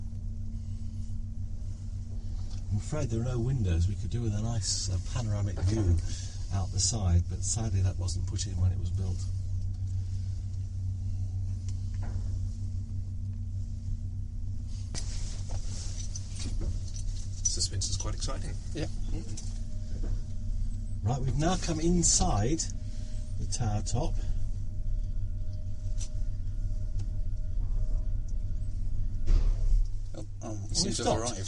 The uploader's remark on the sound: we go on a sound seeing tour of the Lovell Telescope during the winter solstice